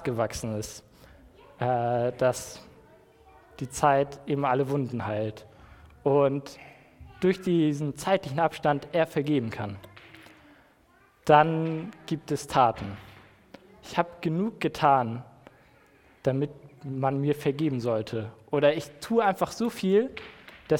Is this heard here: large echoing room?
yes